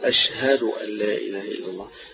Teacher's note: الهاء مرقق وحرف مهموس